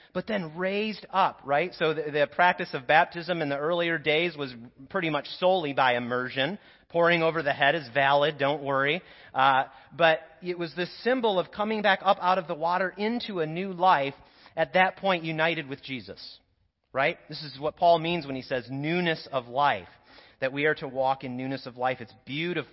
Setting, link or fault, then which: setting, large echoing room